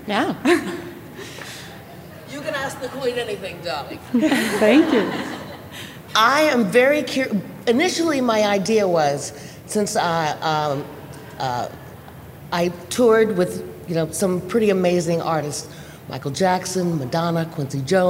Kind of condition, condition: setting, live audience